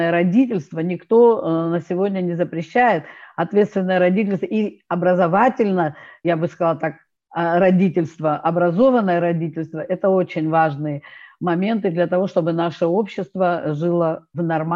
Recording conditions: video call